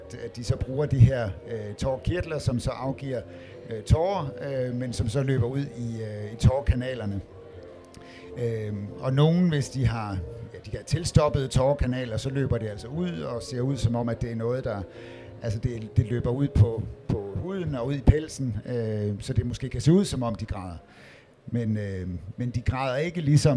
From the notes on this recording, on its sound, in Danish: Podcasten er taget på Folkemødet.